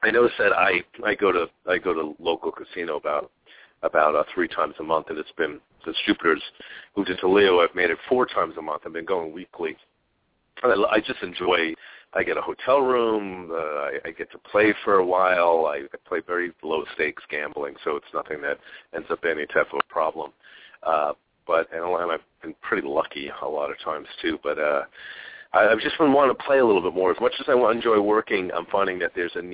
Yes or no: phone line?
yes